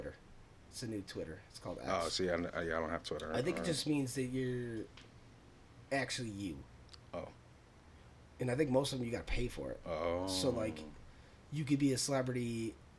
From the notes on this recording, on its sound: a minor audio level issue